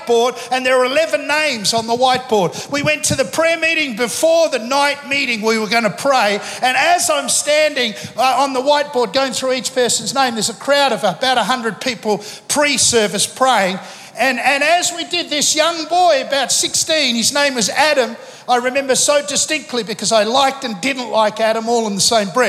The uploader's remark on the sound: Recorded live at Planetshakers Church (Melbourne) on Sunday 5th of November 2023.